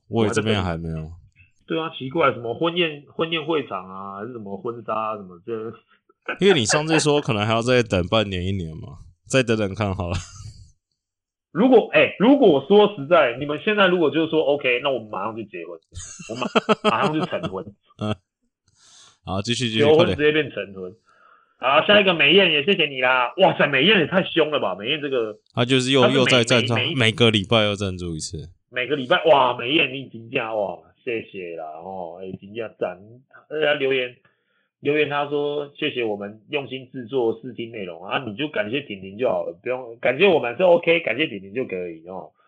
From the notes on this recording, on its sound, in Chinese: 遠距錄音網路出了狀況 本集音質大家多多包涵